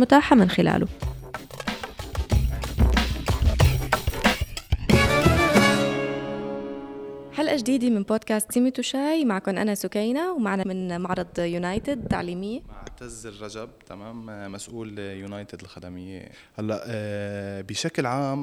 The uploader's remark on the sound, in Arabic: نزور المعرض الخامس للجامعات التركية الخاصة الذي يُقام في اسطنبول، حيث يتواجد مندوبون من تلك الجامعات لتقديم عروض مخفضة للطلاب الأجانب الراغبين بالتسجيل في جامعاتها.